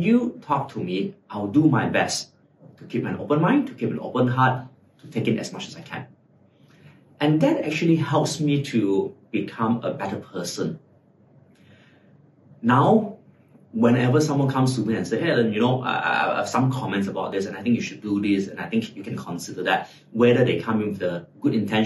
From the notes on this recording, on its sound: My trusty microphone may be busted. Even in the face of technical glitches.